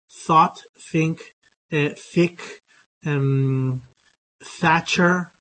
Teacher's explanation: this voiceless th is the version that I have for a word initial, for word initial sounds with a th that are lexical words